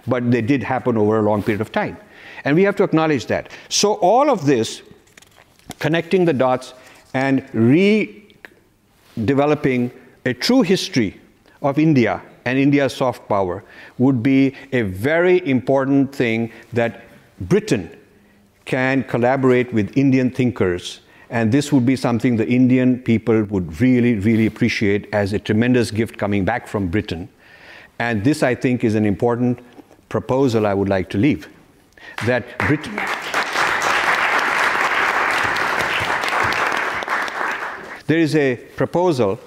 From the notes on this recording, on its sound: Lecture at British Parliament on ‘Soft Power Reparations’.